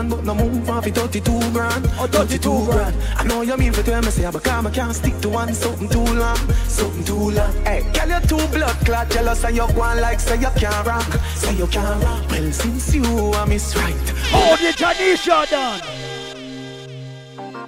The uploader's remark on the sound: LIVE PARTY AUDIO. LIVE AT ISLAND SATURDAYS.